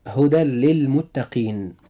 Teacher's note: هدى للمتقين، نجد أن في كلمة هدى تنتهي بتنوين في نهاية نطقنا لكلمة هدى، ونجد أن اللام في كلمة للمتقين جاءت بعد هذا التنوين، فإذا جاءت اللام بعد التنوين فيجب أن يحدث إدغام بغير غنة عند النطق، فننطق هذه الكلمة والتي بعدها هكذا: هدى للمتقين.